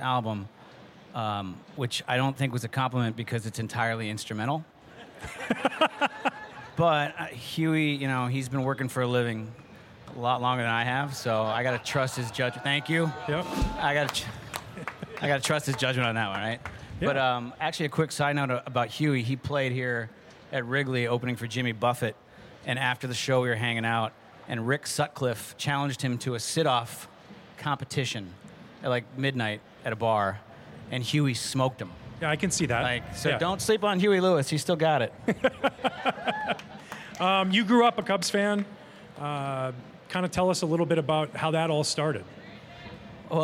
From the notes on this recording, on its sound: For the first time ever on Marquee Sports Network. Was recorded live to a rooftop audience overlooking Gallagher Way after the final home game of the 2021 season. The live episode.